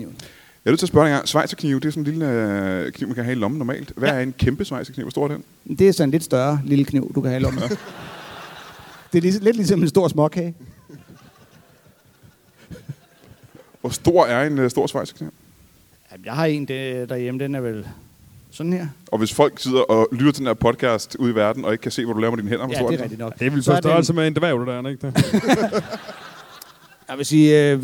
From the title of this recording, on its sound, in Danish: LIVE fra Musikhuset i Esbjerg